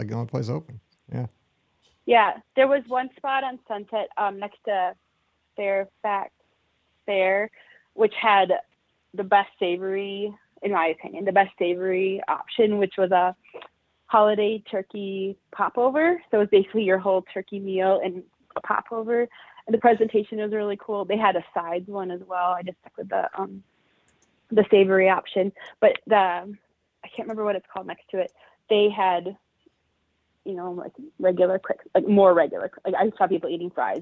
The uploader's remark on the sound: Live Call-in Show